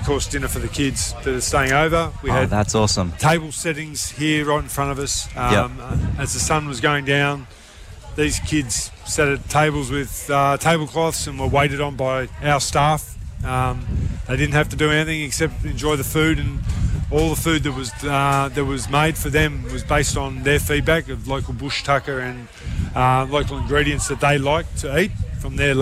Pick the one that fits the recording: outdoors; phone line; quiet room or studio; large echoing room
outdoors